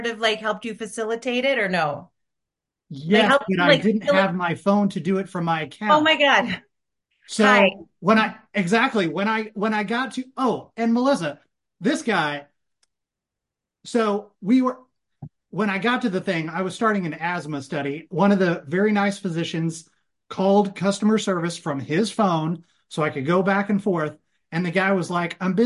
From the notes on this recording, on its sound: Recorded via Zoom